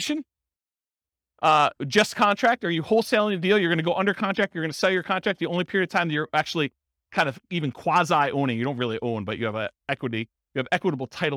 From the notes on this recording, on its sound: This was a live class recorded. In South Bend, Indiana.